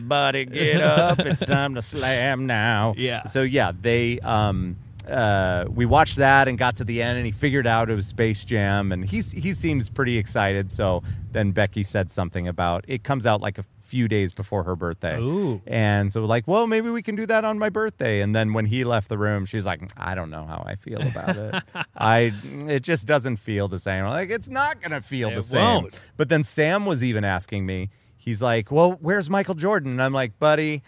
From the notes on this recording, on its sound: Live from the backyard!